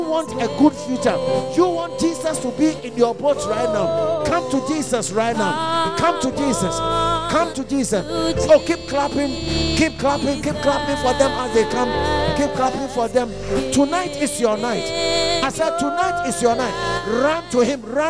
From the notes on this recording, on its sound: at The Fountain of Life Cathedral, The Gospel Encounter Service - 17th February, 2024